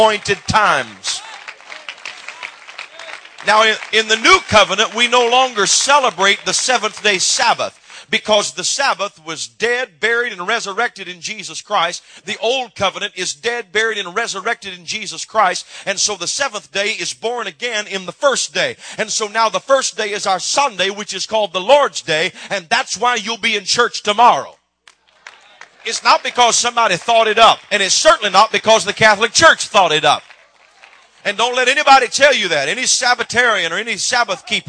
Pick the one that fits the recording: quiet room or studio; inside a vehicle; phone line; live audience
live audience